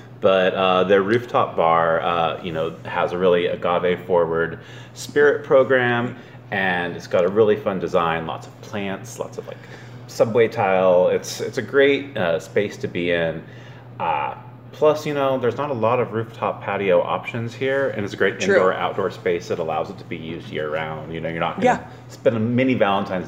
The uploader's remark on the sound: A visit to Purrington's Cat Lounge where we taste from their new beverage list.